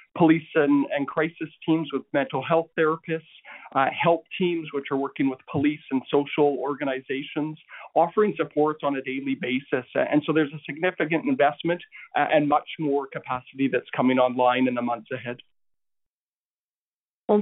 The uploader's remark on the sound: Health care professionals participated in a telephone town hall.